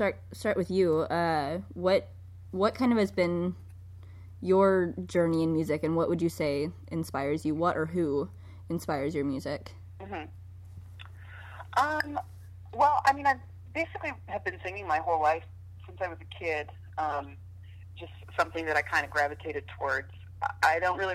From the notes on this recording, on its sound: Interview via phone